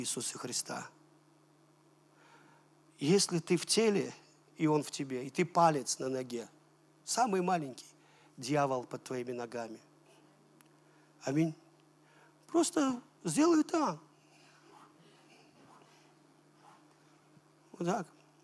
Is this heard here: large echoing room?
yes